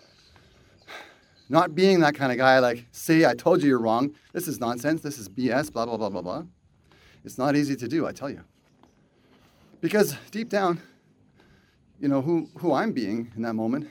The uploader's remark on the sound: walk and talk